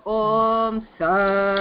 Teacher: So om sa, it has to go down.